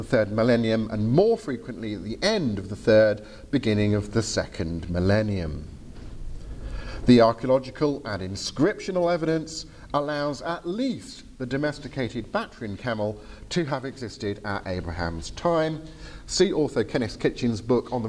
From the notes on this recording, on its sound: Lightly edited audio from my presentation. At the 2023 European Leadership Forum in Poland.